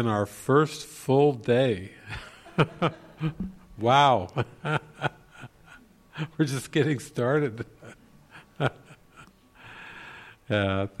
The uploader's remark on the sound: This session was recorded during the Into the Kingdom retreat in the evening of October 8, 2019, at the Castle De Berckt in Holland.